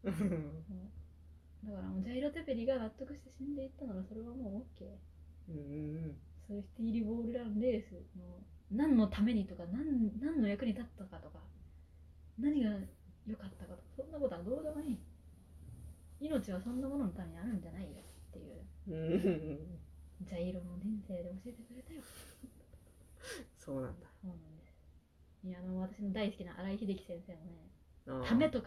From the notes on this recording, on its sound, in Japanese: 音質がかなり悪いです。